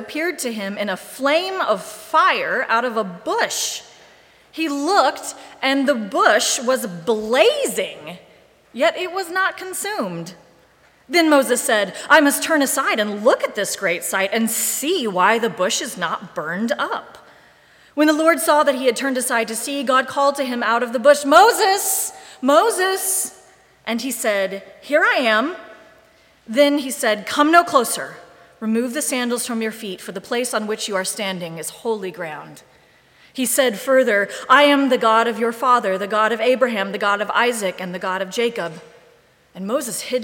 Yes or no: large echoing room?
yes